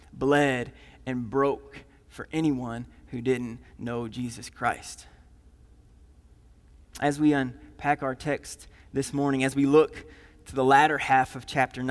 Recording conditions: large echoing room